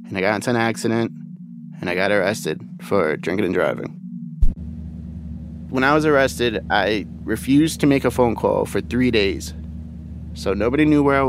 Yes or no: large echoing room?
no